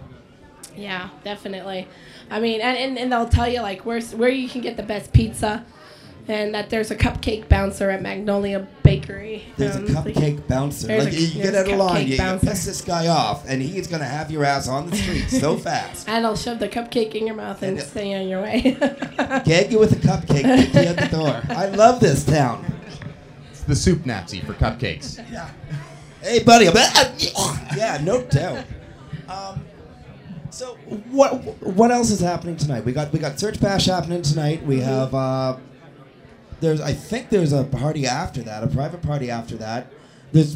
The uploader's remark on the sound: SES New York 2007 On Location. Live from the show floor.